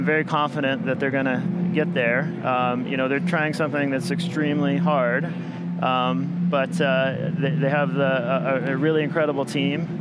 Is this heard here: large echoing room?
no